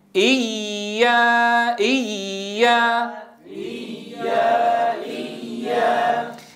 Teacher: لأنها رخوة، لا يصح أن تقول إياك إياك، لابد أن تكون رخوة يستمر صوتها من غير انقطاع · Term: الياء المشددة